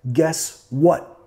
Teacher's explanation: Y nota la T al final, no estoy haciendo una T completa como what, what. Estoy dejando mi lengua arriba, tocando las encías superiores.